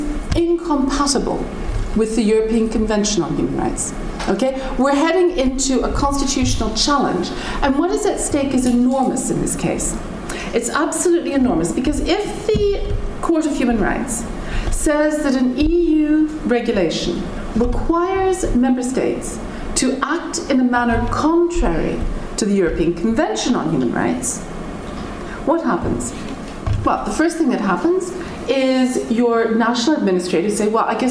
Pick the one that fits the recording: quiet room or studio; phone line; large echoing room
large echoing room